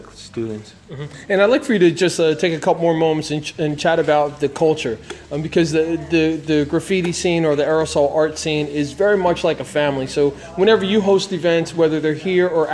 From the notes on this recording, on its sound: During the Graffiti Summer School class at Terracycle in Trenton NJ.